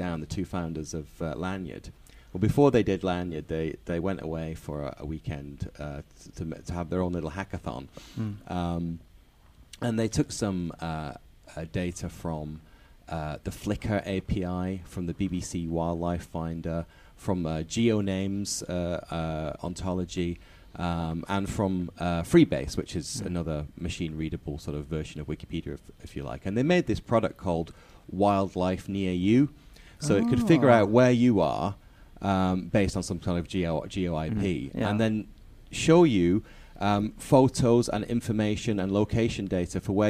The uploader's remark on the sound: A triple set of interviews. Recorded at UXLx 2015.